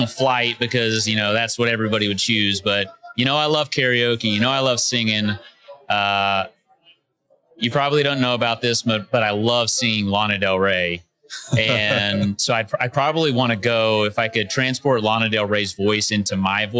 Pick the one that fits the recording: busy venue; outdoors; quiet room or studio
busy venue